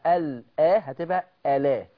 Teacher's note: الهمزة دي لما يبقى قبلها لام التعريف على طول ورش بينقل حركة الهمزة للام، يعني هينقل الفتحة اللي على الهمزة دي يوديها فين؟